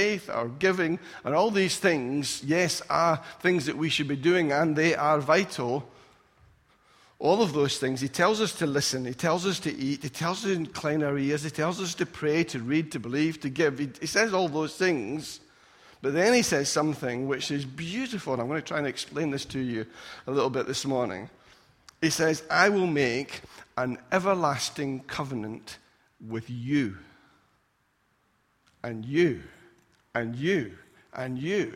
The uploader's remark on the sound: Recorded at freedomcentre church, Preston on Sunday 3rd September 2017